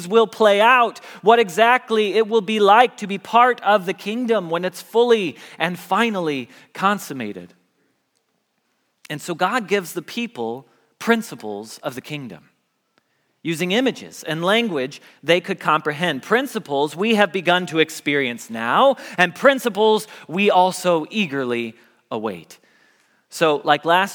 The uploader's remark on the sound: Message Preached at Valley Creek Church